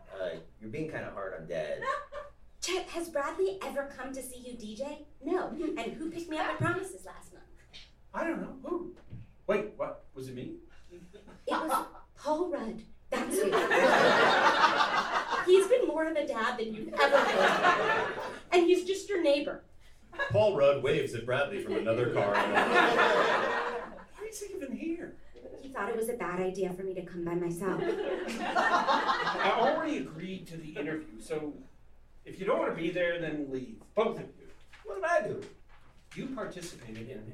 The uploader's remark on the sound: It should be noted that we read this pilot live in Los Angeles at The Lyric Hyperion Theater. That's right, you're going to hear some real laughs!